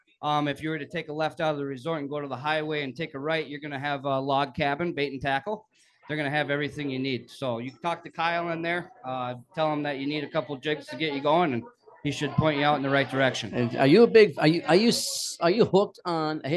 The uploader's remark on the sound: Does the show live from a Ballard's on Lake of the Woods.